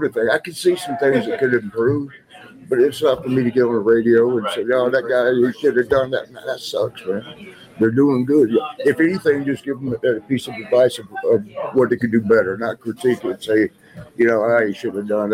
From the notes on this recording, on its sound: live from Starrcast in Chicago.